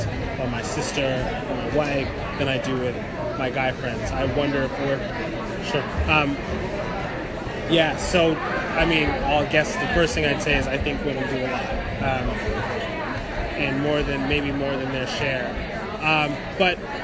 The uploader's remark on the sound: Live from #MascOff